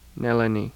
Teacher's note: palatalization of dentals and the lateral